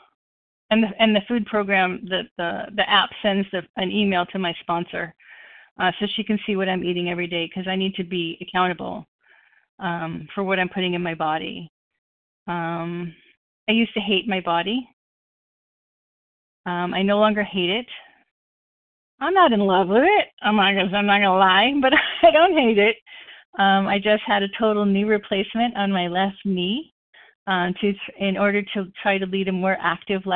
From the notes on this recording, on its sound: the 100 Pounders Phone Meeting